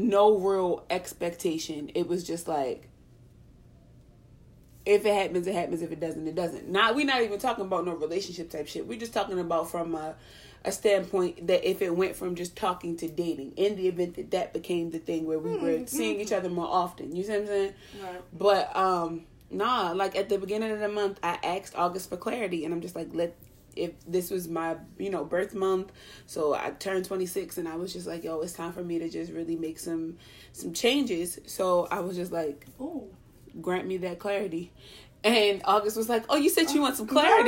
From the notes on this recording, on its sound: Laptop died so the duo got together around the iPhone and just had a convo.